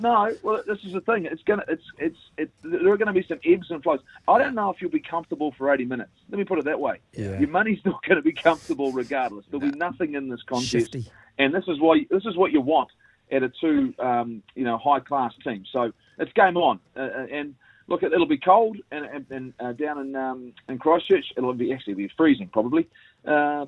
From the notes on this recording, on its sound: Today we were joined on the phone